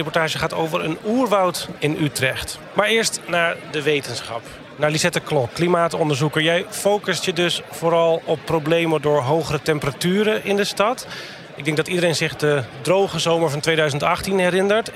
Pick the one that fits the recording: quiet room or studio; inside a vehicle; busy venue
busy venue